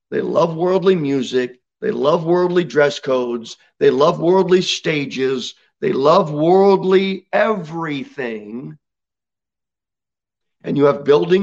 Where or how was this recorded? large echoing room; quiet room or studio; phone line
large echoing room